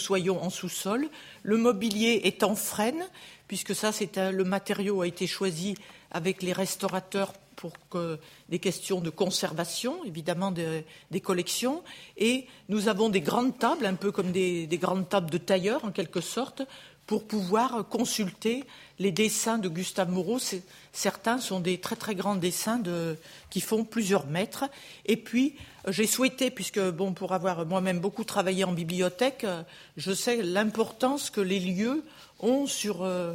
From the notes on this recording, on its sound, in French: Enregistrée le 29 janvier 2016 dans le cadre du colloque. Dans le cadre du colloque « Mobiliers, ensembles, décors.